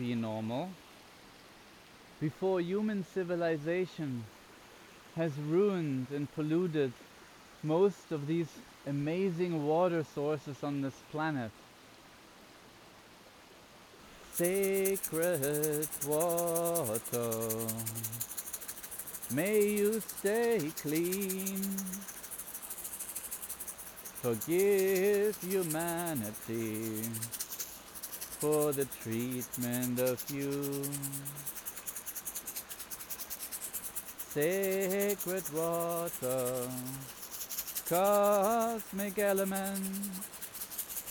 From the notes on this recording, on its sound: With binaural microphones of a water prayer that was made by a clean river in Madeira. The show contains singing and spoken word without scripts.